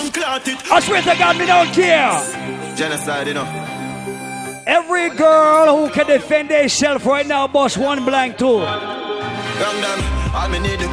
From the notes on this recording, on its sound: LIVE AT HENNESSY FRIDAYS AT BLVD IN NYC ON FEB 17th